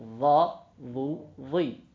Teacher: Va, c'est le bout de la langue avec les incisives.